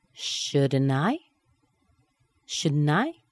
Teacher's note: So we've got shouldn't plus the T plus the I. The T will be missing in most cases. And you'll get shouldn't I?